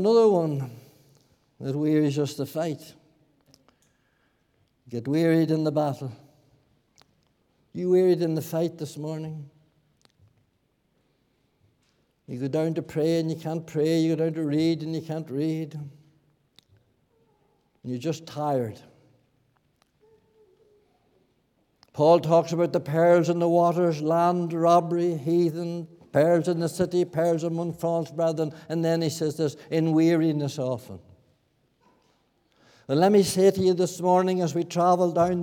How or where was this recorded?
large echoing room